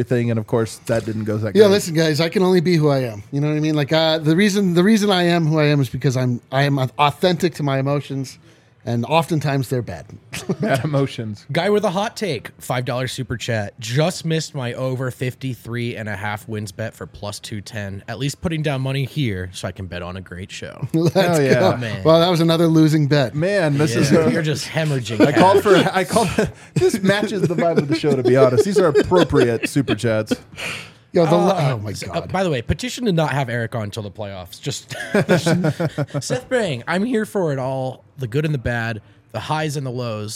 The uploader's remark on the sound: LIVE from the DNVR bar